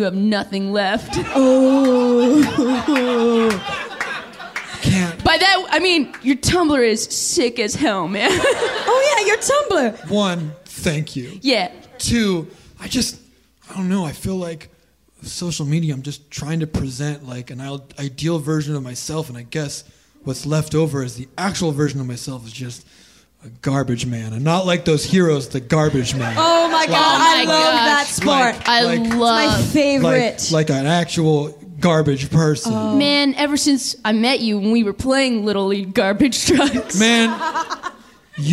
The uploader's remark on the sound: Live at Nerdmelt. Stay til the end for a very special live cast and crew q&a!